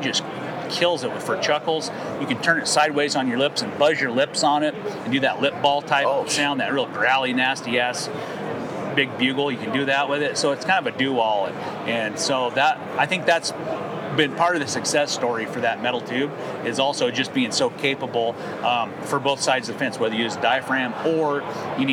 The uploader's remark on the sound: Hunt Expo Live From the Initial Ascent Mountain Dude Table. It was so good to be back at the Western Hunting and Conservation Expo in Salt Lake, recording live eps. From the Initial Ascent booth!